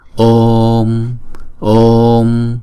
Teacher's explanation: Chữ O là diphthong, chúng ta phải đọc hai nhịp trước khi chúng ta đóng chữ O lại.